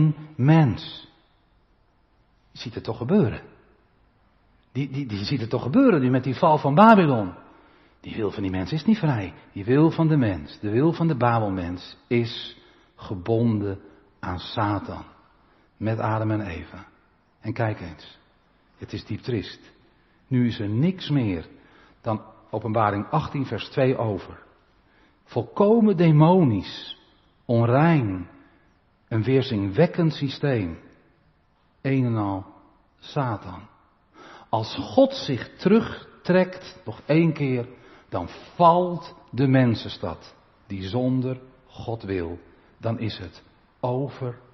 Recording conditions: large echoing room